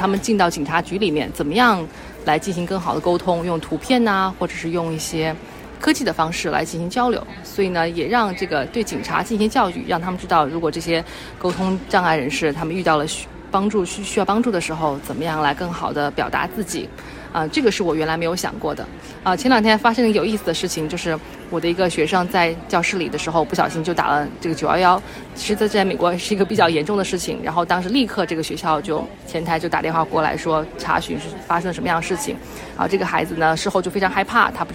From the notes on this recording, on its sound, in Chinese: 辅助科技行业协会2024年会见闻。本期播客由三位第一次参加大会的言语治疗师在会议现场为大家带来他们的参会体验和收获。现场收音存在少量背景杂音，建议听众在较安静的环境中播放。